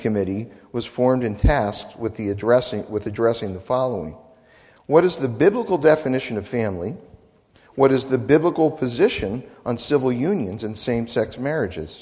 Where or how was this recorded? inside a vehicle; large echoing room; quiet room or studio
large echoing room